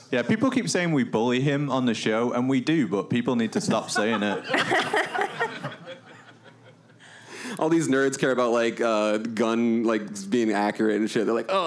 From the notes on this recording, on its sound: Live Panel at MGSCON. Live from MGSCON, the gang meets in person for the first time and does their first panel!